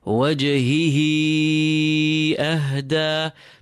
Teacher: So you pull the second ha, at least double its length. · Term: the separate mad